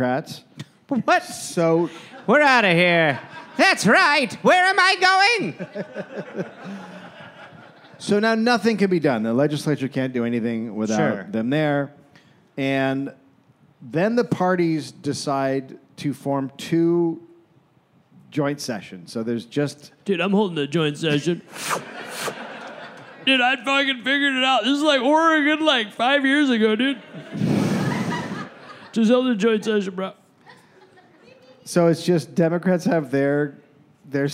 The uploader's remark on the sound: Recorded live in Las Vegas